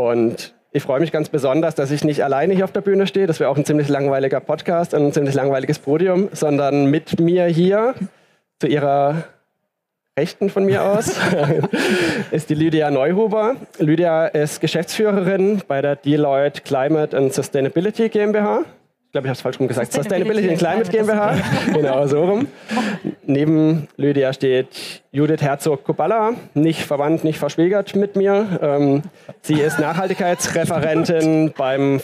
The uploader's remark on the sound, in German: auf der Bühne der Frankfurter Buchmesse